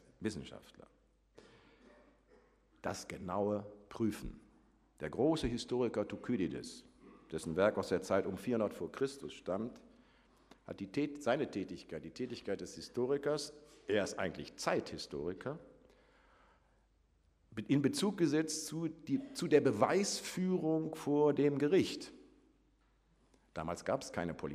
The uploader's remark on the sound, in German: Vortrag im Rahmen der Samstags-Uni